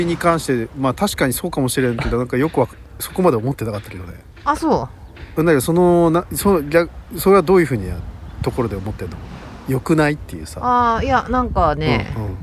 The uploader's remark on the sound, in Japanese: 海辺の野外収録